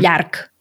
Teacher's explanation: la paraula llarg s'acaba amb G, però diem una C, una K